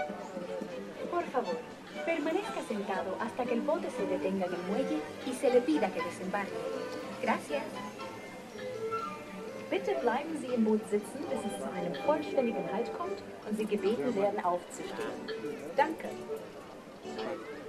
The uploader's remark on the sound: Live from Disneyland.